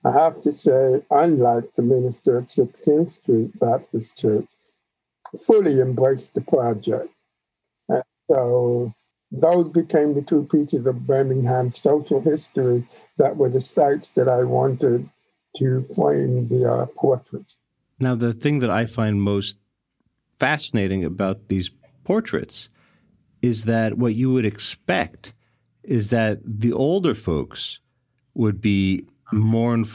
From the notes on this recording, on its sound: by Zoom